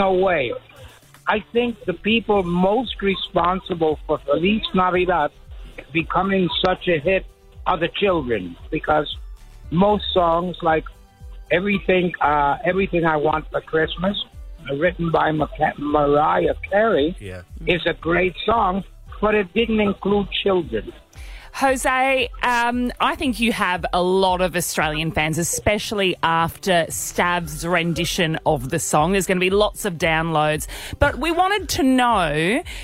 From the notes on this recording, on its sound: called in for an exclusive chat